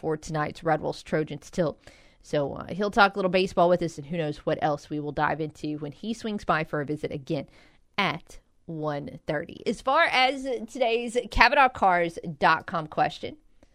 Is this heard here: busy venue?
no